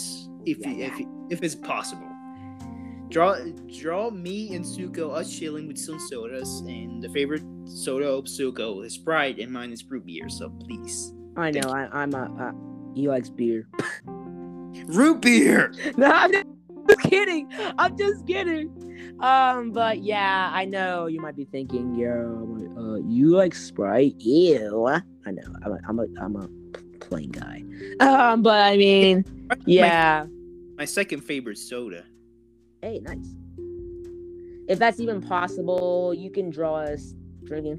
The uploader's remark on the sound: My microphone is a little bit laggy because of my Wi-Fi so it might sound a little bit weird.